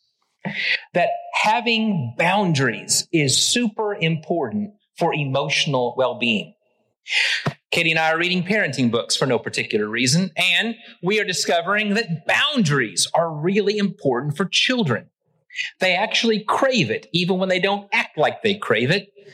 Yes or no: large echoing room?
yes